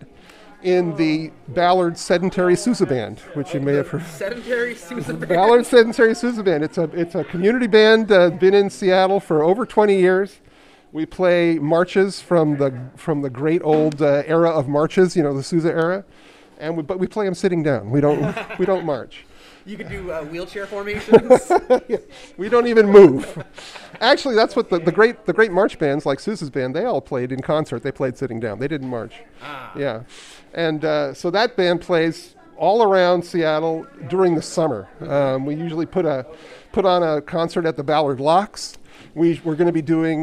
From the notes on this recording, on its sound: We’re still hanging out backstage at the 2022 Moisture Festival chatting with the performers and people that make the festival happen!